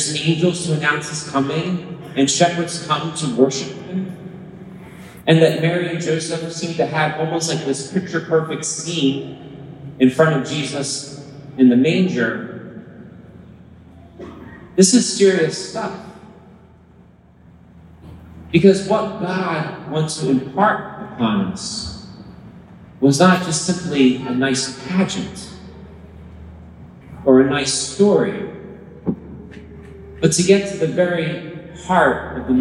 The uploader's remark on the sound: Christmas homily captured live from St. Matthew's Parish in San Mateo, California.